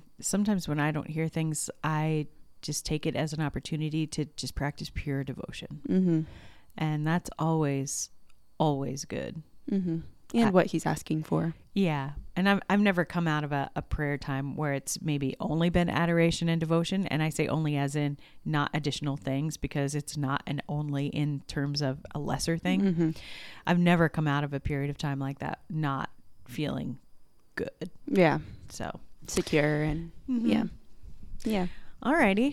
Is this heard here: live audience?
no